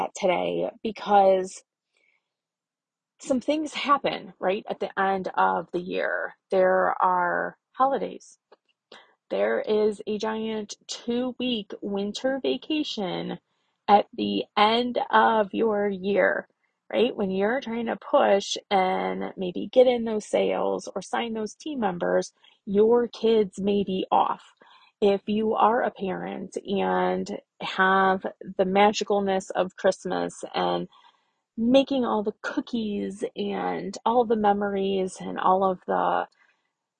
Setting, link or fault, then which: setting, inside a vehicle